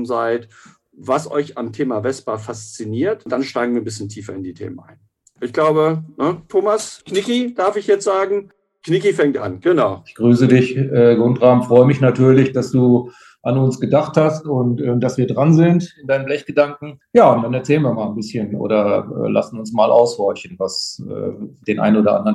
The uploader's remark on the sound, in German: Für die Episode 11 war es mal wieder ein „virtueller” Besuch über Zoom“.